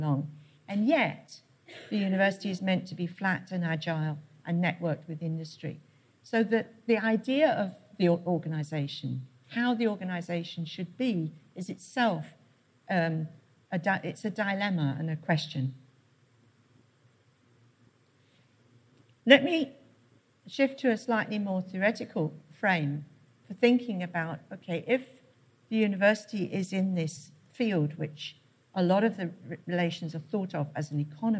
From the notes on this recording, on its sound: Keynote at SRHE Annual Research Conference 2017